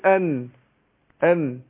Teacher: النون بتخرج من طرف اللسان مع اصول الثنايا